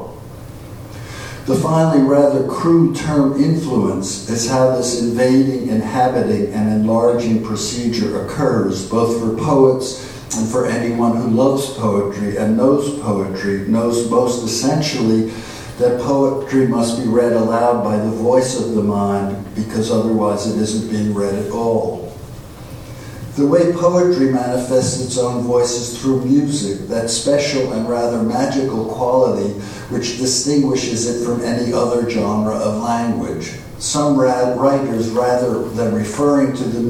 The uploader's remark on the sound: at the Worlds Literature Festival Salon